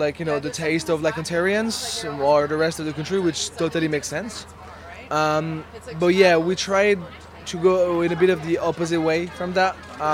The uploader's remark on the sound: McAdam Cider – Toronto Cider Festival 2018